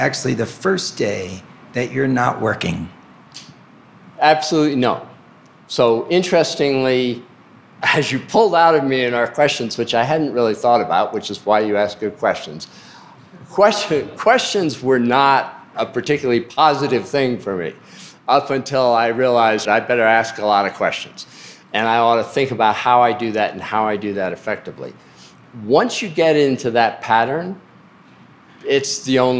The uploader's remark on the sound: took place in front of attendees at the two12 conference in Vail, Colorado.